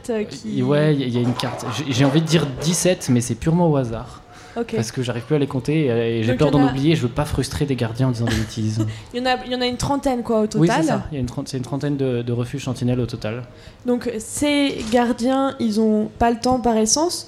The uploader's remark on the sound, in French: Le 4 février c'était l'avant première de présentation du podcast à Grenoble au restaurant coopératif Les Fringant-e-s, 11 rue Hébert à Grenoble. Une occasion, entre autre, d'enregistrer un épisode en public et en direct.